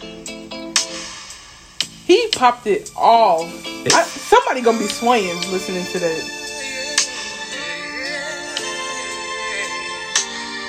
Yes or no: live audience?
no